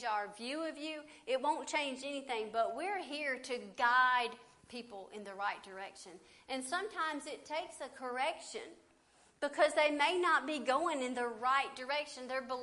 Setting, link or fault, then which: setting, large echoing room